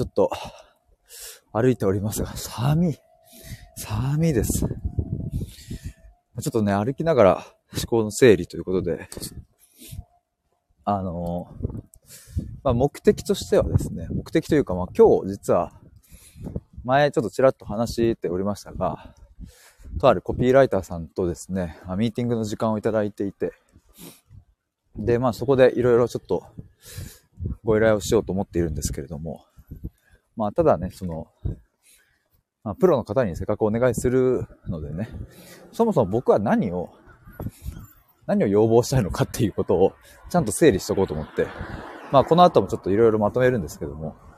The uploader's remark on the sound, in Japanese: 歩きながら。LIVE。